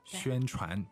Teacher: So that's the N on the end, no G.